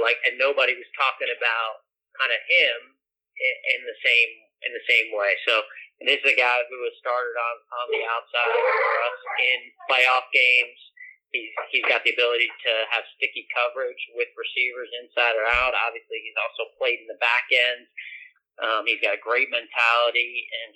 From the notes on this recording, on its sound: his conference call with the media